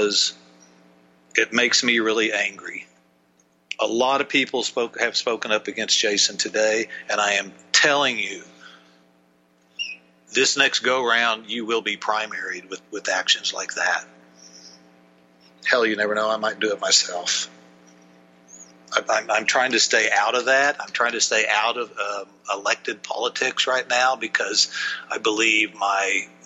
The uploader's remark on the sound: joins us by phone.